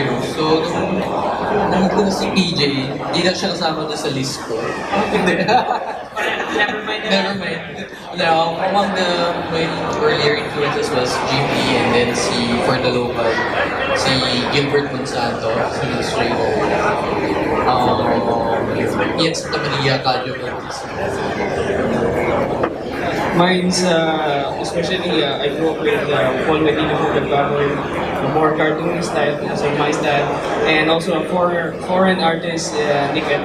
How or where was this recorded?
live audience